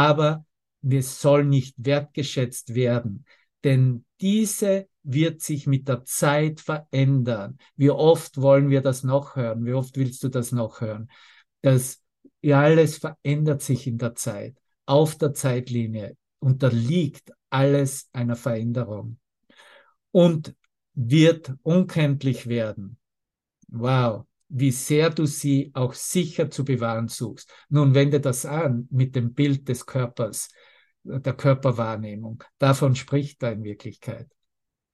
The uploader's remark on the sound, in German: Zoom-Session. Veranstaltet von der Aleph Akademie.